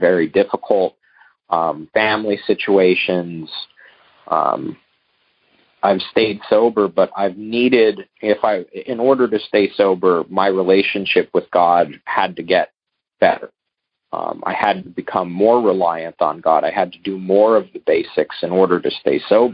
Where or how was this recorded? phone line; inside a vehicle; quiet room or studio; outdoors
phone line